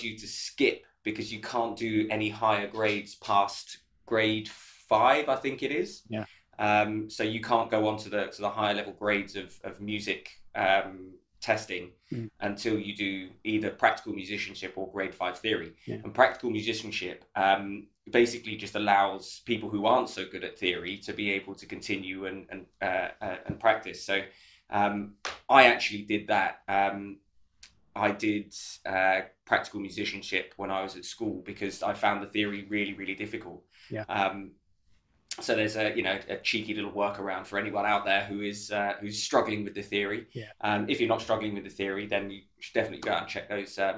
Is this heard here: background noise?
no